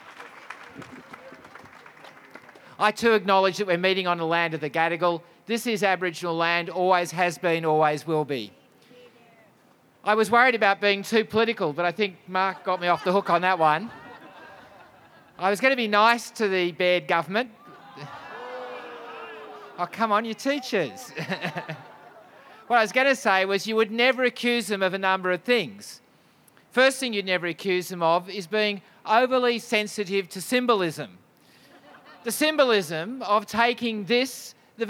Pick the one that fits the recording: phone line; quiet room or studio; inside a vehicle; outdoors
outdoors